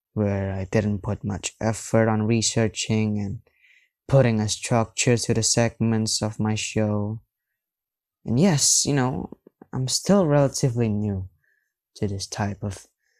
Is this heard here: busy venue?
no